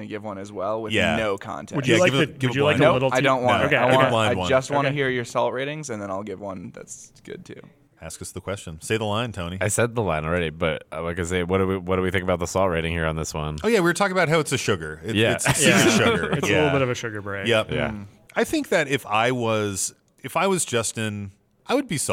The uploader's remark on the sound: This episode was recorded live at MTG Summit.